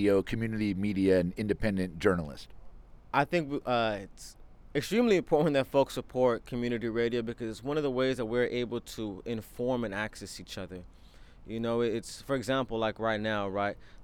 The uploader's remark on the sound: Tonight on Full Circle, First Voice takes it to the streets of Antioch in East Contra Costa County. Sounds from a housing rights protest at the Delta Pines apartments in Antioch.